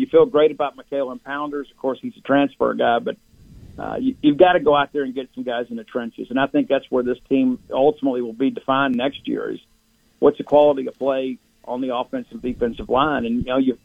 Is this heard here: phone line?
yes